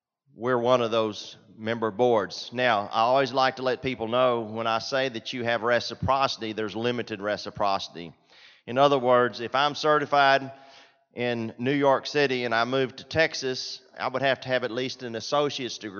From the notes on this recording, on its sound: Town Hall Presentation. Doing RC2C from San Antonio at the 42nd annual TAAP Conference in San Antonio, TX.